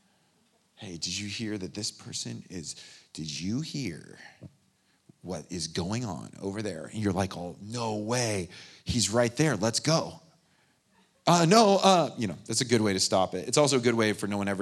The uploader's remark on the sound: The live recording of the 10am Sunday Service at Steadfast Church in Carlsbad, California